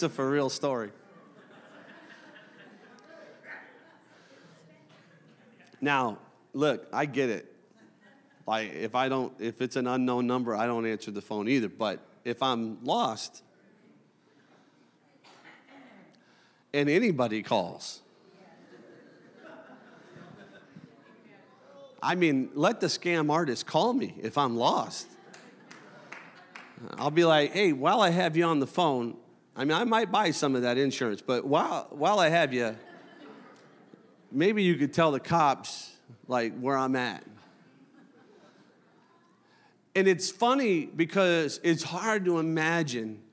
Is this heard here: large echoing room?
yes